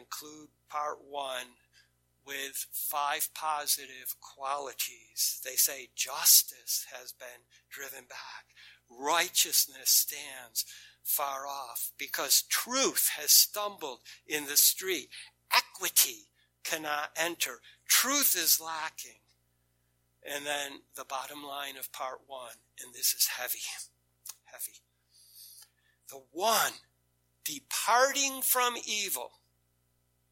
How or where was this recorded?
large echoing room